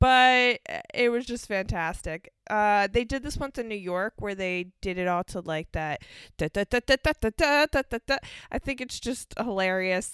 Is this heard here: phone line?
no